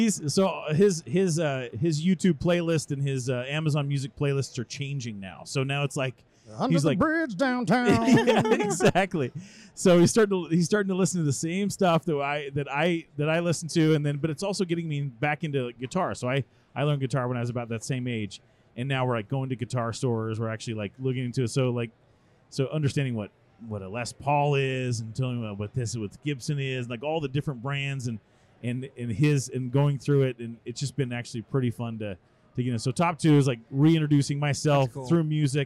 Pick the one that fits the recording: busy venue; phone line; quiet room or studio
busy venue